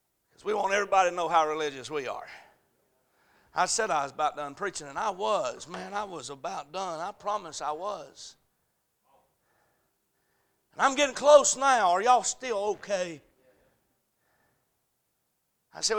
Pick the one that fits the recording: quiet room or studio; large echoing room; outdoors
large echoing room